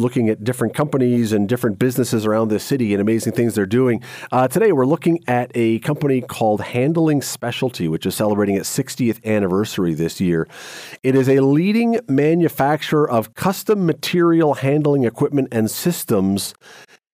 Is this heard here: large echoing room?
no